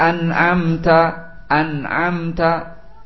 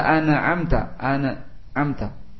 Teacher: Langsung disambungkan, tidak boleh dikolkolahkan, tidak boleh memakai gunnah atau ikhfa atau saktah. · Shown in: first take